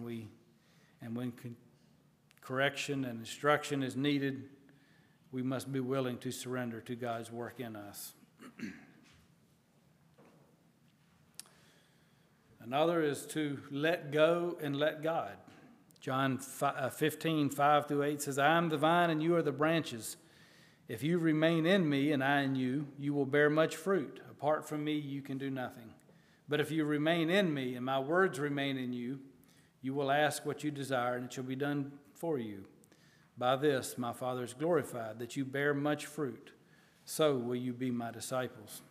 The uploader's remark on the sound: at Hephzibah Mennonite Church on June 11, 2023